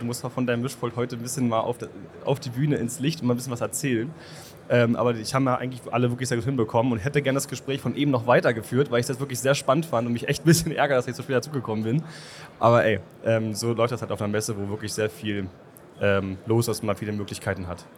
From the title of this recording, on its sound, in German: Community Podcast live von der Leat Con2023